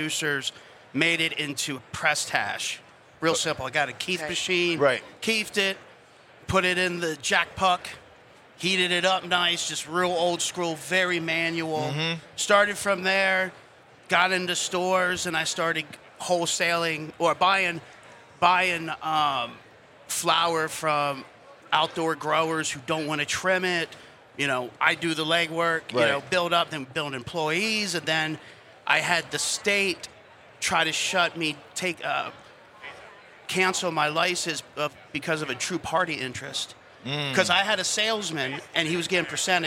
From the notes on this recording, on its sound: Recorded at MJBizCon 2023